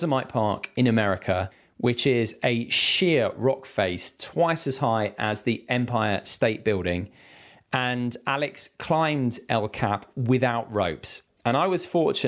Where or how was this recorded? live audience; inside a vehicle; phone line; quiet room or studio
quiet room or studio